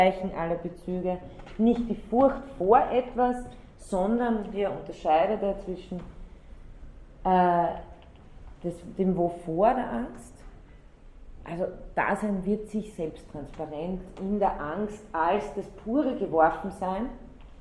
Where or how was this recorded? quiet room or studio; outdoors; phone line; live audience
live audience